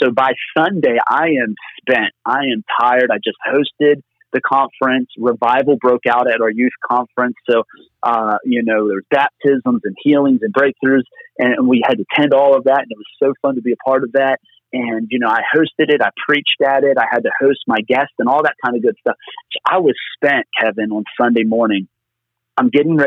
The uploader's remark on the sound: Location: Phone. From Pennsylvania.